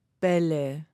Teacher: wenn wir ein Wort nehmen wie zum Beispiel Bälle, dann vibrieren die Stimmlippen in meinem Kehlkopf. Das kann man ganz einfach ausprobieren, indem man sich mal vorsichtig die Hand auf den Hals legt und dann Bälle sagt.